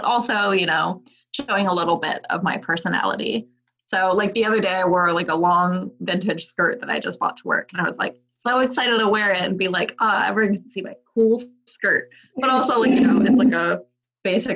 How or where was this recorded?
video call